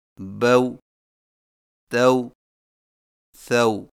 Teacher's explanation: Huawei लीन में होंठों को ऊपर की तरफ खोलने के फौरन बाद गोल करते हुए नरमी से बगैर खींचे पढ़ें, मसलन बऊ तऊ सऊ।